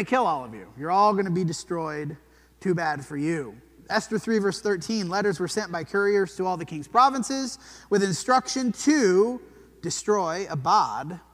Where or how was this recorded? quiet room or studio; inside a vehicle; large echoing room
large echoing room